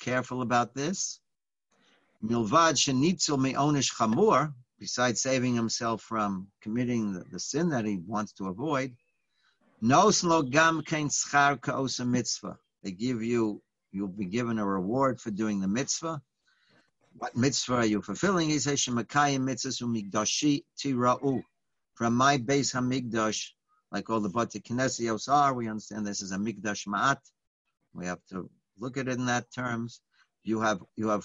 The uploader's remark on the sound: Live On Zoom: 6-24-2020